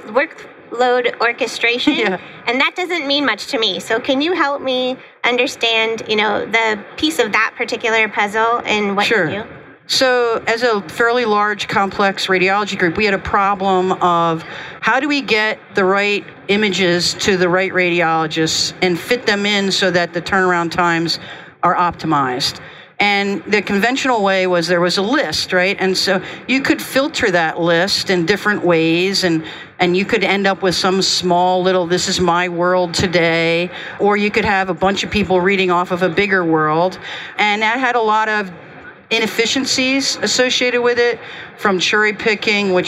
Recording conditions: busy venue